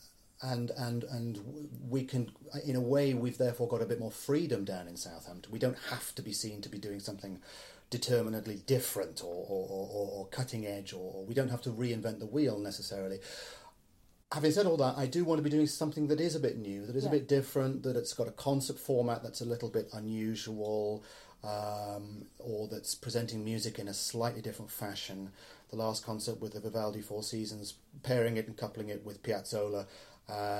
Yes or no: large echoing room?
no